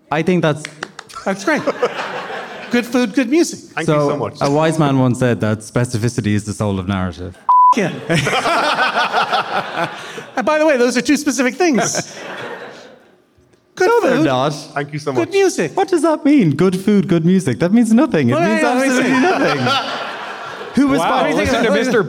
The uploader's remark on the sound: This episode was recorded LIVE at Liberty Hall in Dublin, Ireland!